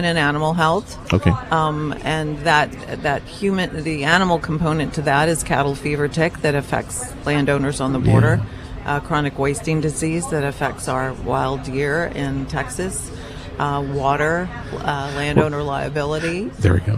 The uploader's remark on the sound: The … Show from the Federation for American Immigration Reform Conference. Interviews from the Federation for American Immigration Reform Conference.